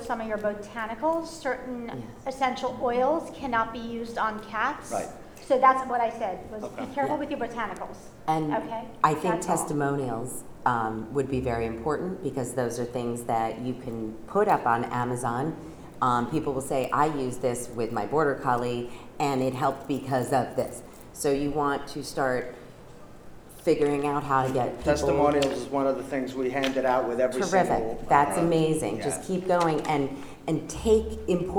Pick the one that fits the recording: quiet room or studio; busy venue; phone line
busy venue